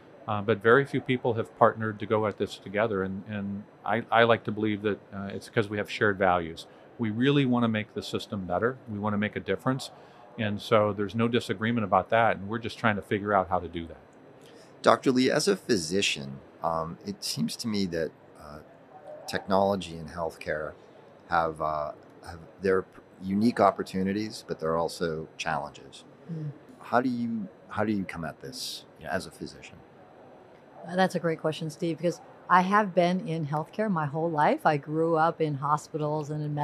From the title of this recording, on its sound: live from HLTH 2021